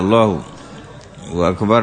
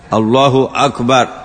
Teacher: بأن لا يزيد واوا بين لفظ الجلالة وأكبر · Shown in: second take · يقول الله أكبر كما يقول بعض العوام، كيف أكبر الله